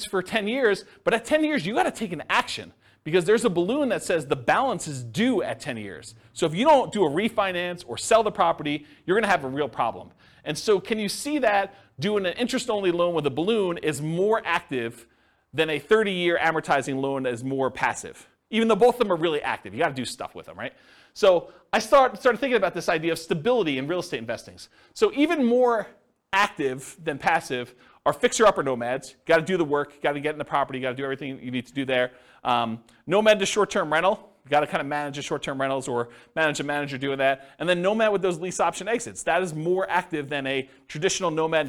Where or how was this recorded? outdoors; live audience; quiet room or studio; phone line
live audience